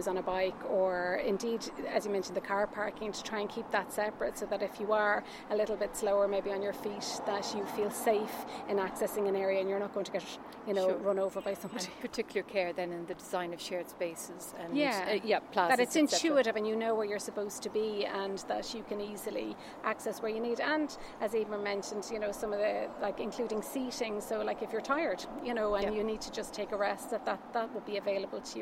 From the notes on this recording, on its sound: An audio journey of Luas Finglas - the proposed extension of the Luas Green Line from Broombridge to Charlestown in north Dublin - on site with members of the design team.